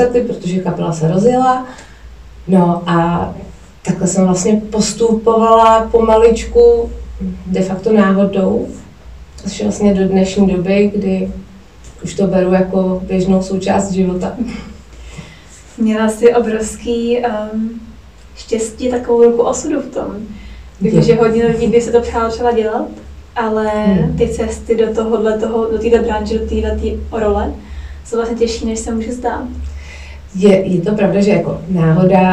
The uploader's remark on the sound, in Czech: Omlouvám se za sníženou zvukovou kvalitu, při nahrávání se vyskytly technické potíže.